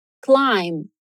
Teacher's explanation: essa palavra é escrita com B, mas a gente não vai pronunciar esse B, ou ele é quase imperceptível